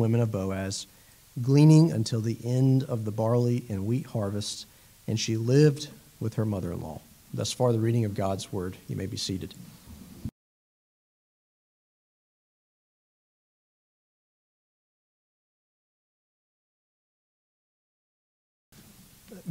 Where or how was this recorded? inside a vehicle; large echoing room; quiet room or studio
large echoing room